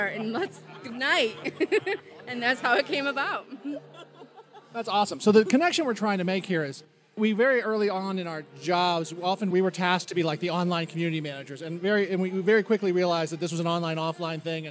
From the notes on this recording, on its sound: record a surprise episode of the Geek Whisperers from my wedding reception